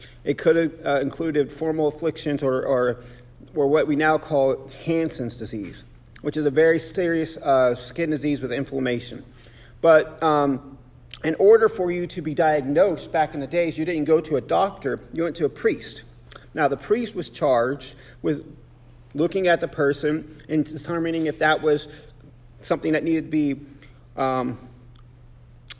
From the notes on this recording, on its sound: Sermon preached on January 7, 2024 at The Salvation Army Augusta Kroc